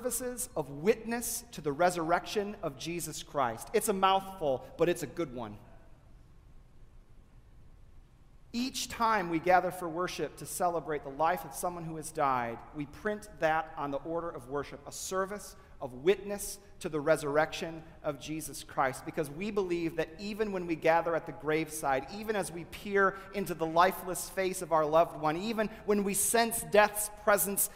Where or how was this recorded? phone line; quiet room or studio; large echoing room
large echoing room